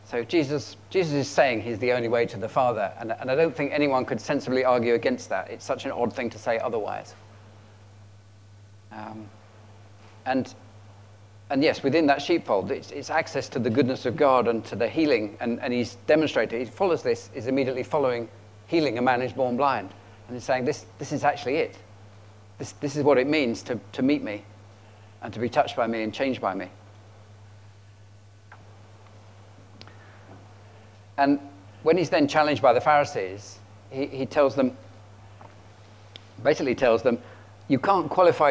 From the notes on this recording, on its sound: at King's Church, Cockermouth, as an audio file